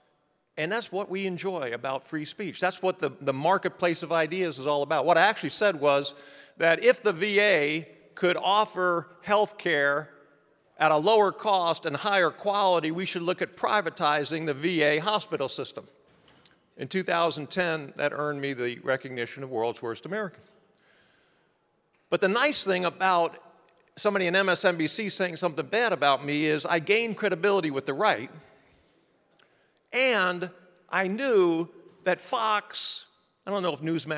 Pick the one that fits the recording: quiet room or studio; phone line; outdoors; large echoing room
large echoing room